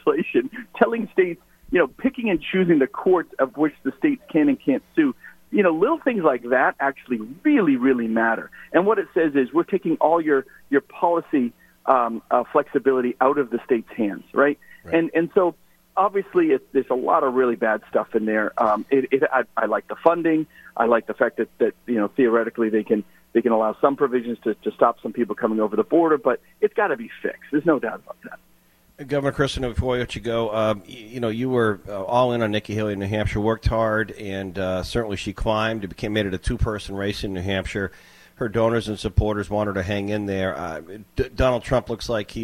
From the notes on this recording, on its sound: called into GMNH